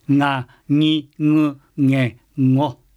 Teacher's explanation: 鼻へ実は半分息を抜いてます。口から半分、鼻から半分 · Term: 微濁音